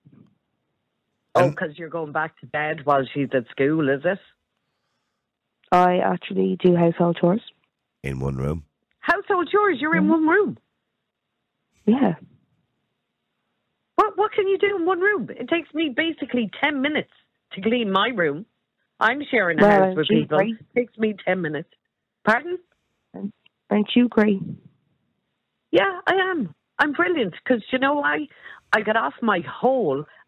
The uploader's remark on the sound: Opens the phone lines, allowing callers to weigh in on this dilemma.